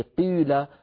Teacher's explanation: الحركة المركبة من كسرة وضم في قيل على قراءة من قرأ بذلك